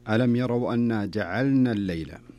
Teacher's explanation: والصحيح أن اللام هنا والنون كل حرف ينطق لوحده